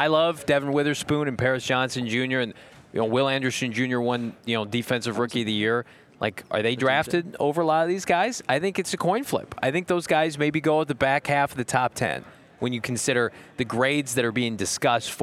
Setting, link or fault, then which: setting, busy venue